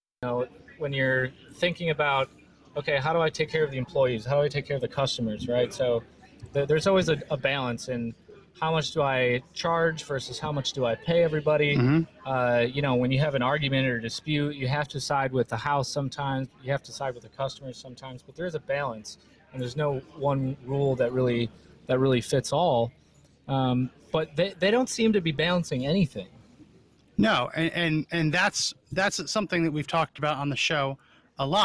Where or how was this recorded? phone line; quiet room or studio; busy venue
busy venue